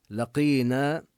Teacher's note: لقينا نمد الياء والألف وننتبه للقاف يعني في أقل مراتب التفخيم وليست كافا